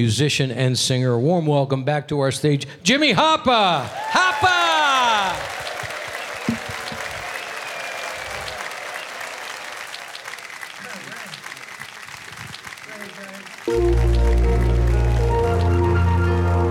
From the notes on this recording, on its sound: Live at the South Point Casino